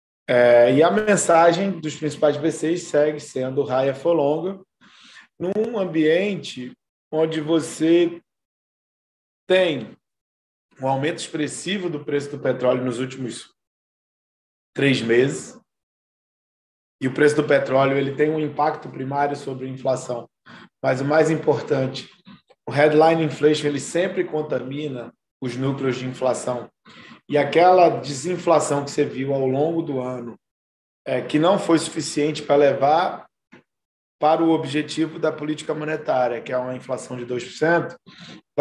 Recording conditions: video call